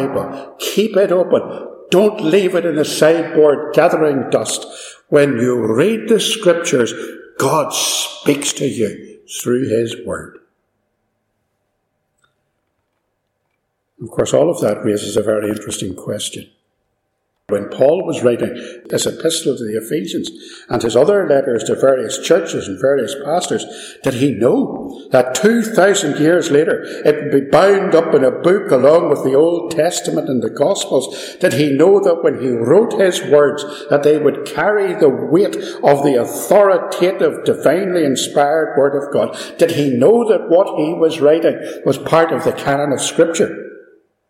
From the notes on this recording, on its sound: This sermon was recorded live at Ballymacashon - there is some echo and background noise.